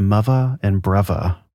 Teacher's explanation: You can definitely hear that in what's called multicultural London English, which I love, kind of a V or an F sound instead. A good example of this is the way some Londoners say mother and brother as mother and brother.